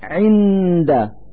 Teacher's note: نلفظ النون الساكنة من كلمة عند من مخرج الدال من ذات الكلمة عند، فنقول: عند، مع إظهار الغنة التي هي الدليل على وجود النون الساكنة.